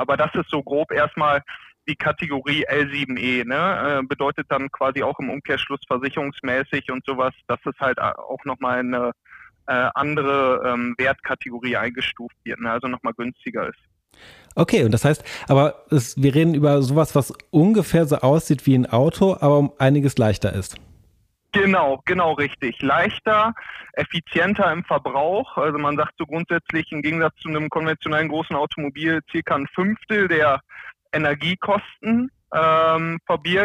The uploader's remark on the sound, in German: Wir sprechen mit Expert:innen aus der Stadtverwaltung und haben externe Interviewpartner:innen am Telefon zugeschaltet.